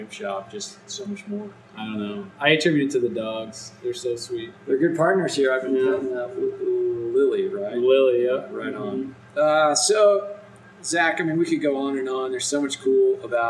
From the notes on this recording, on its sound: This interview was done on location. That makes the sound quality a bit challenging.